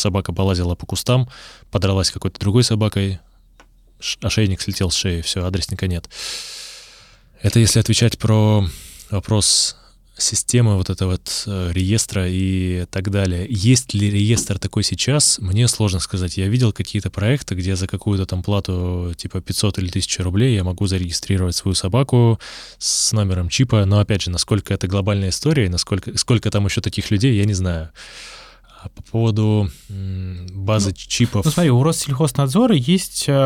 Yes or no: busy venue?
no